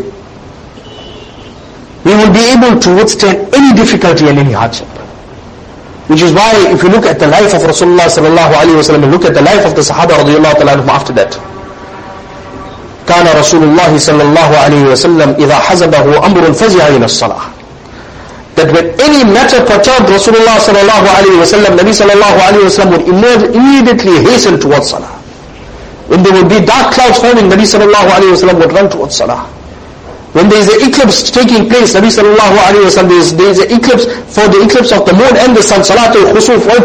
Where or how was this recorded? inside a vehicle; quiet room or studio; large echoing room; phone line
large echoing room